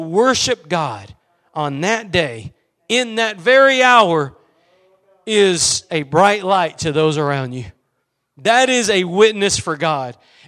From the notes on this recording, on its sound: Preached at Gospel Lighthouse in Bossier City, La.